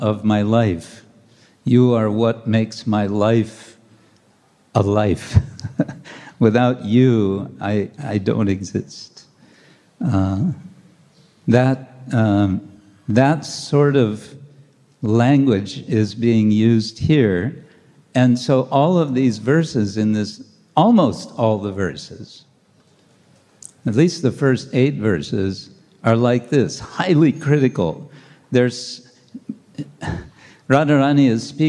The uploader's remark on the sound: Lecture from ISKCON Juhu temple